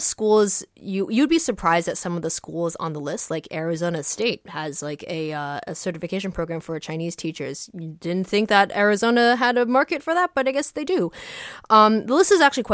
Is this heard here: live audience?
no